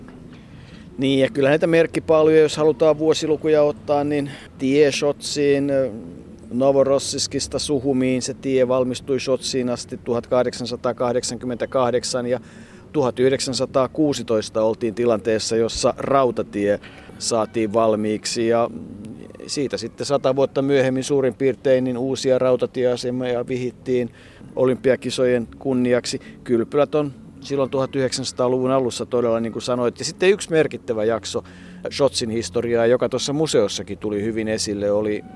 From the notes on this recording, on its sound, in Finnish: Äänityskohteeksi valikoitui varsin oivallinen ja kompaktin kokoinen kaupungin museo.